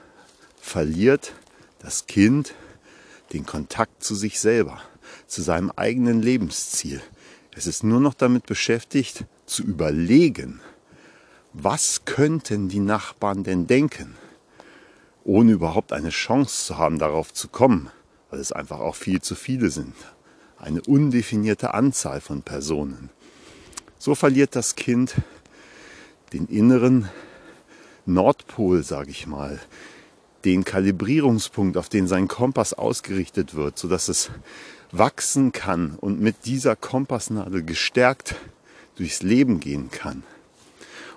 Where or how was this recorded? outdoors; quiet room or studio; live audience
outdoors